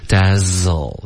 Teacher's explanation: Dazzle 的这个 z 没有听到震动，你说的是 dazzle 的一个的这个音。Dazzle 这个 z 一定要震动